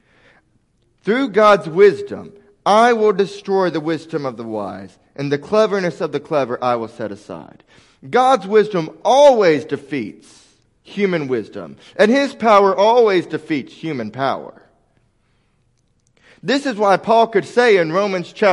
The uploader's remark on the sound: Weekly sermons recorded at the First Baptist Church of Locust, NC.